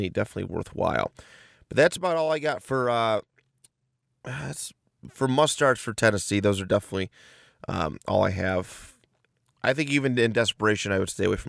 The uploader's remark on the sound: In Indianapolis for this week’s fantasy episode, recording out of his car after a night of hijinks.